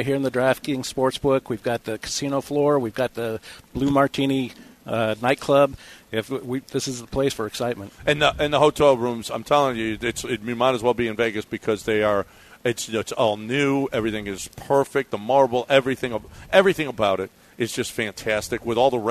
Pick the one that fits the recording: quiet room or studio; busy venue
busy venue